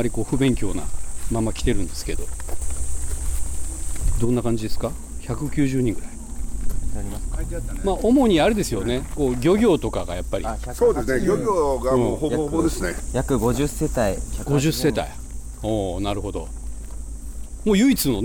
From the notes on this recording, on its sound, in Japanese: 姫島初上陸！予定も決めず、ただ島を歩いているところを録音しています。海や風の音、歩く音、雑音なども拾うので。